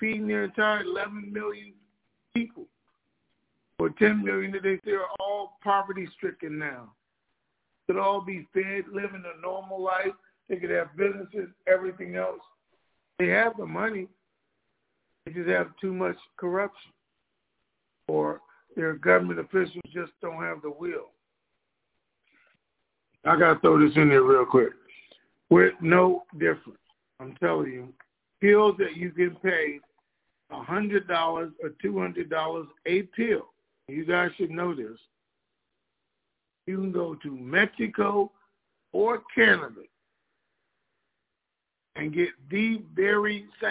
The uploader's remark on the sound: TNTSuperfantastic Conference Call